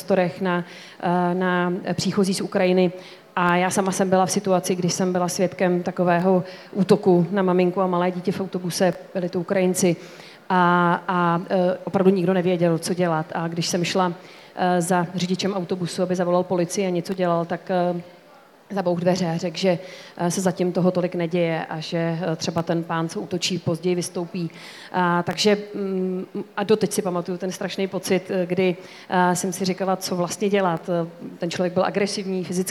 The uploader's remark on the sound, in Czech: na knižním festivalu v Ostravě